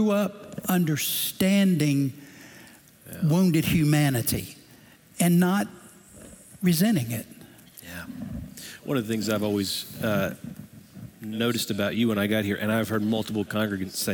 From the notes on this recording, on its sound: Recorded Live at Brookwood Church